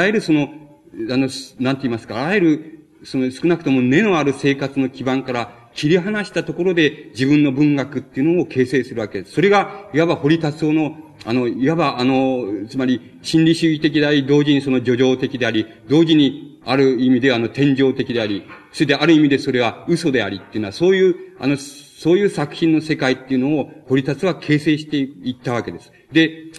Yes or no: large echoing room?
yes